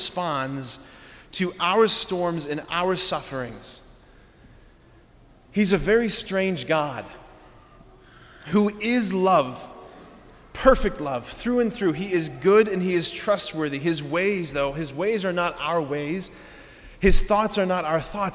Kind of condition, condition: setting, large echoing room